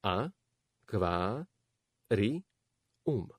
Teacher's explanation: v slove akvárium nie je dvojhláska iu, ale dve samohlásky i a u vedľa seba